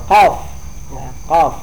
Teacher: huruf yang keluar di pangkal lidah. Lidah bagian bawah.